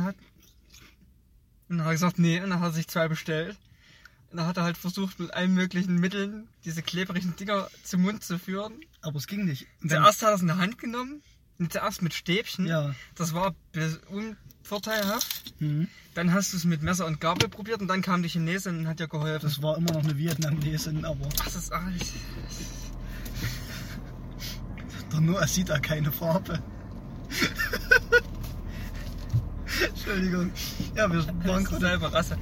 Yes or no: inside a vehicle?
yes